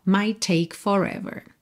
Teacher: Might termina em T, take começa em T, você junta num T só.